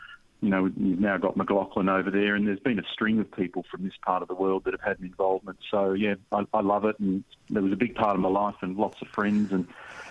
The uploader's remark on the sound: Dials in from Australia.